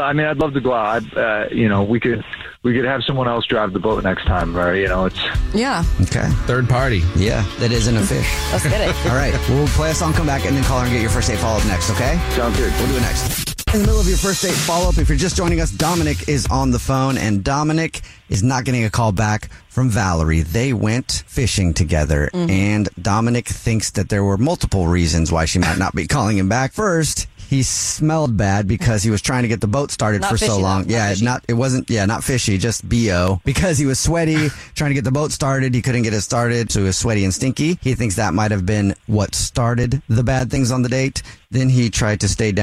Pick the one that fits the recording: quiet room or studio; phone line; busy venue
phone line